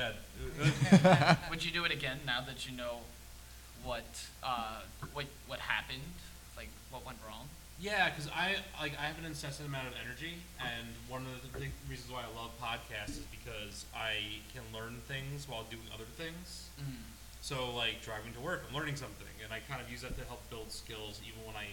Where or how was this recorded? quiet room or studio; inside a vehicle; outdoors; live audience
live audience